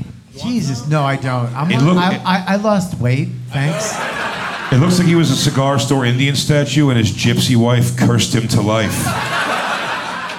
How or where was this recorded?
live audience